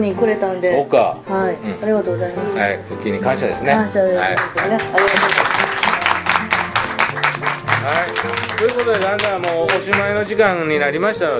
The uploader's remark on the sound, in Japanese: 群馬県前橋市のヘアーサロンマルヤマにて。公開収録。